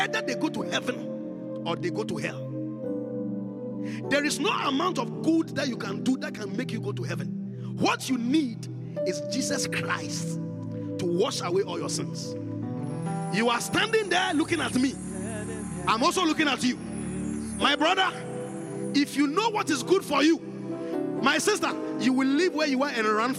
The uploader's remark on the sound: Encounter Service. Preached at the Qodesh.